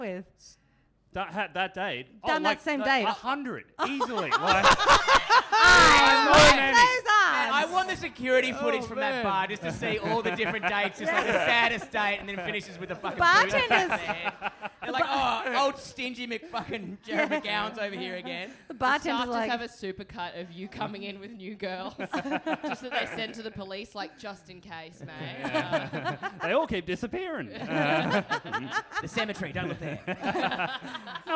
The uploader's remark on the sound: SYDNEY LIVE